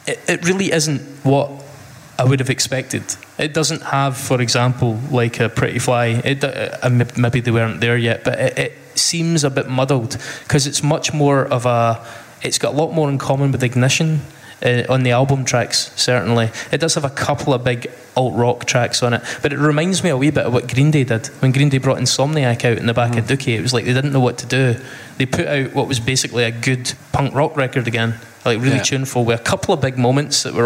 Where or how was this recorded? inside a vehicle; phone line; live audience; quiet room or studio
live audience